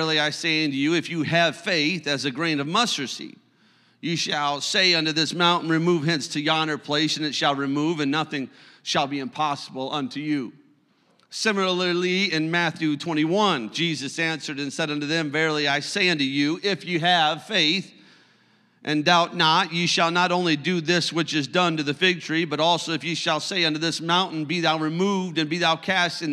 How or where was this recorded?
large echoing room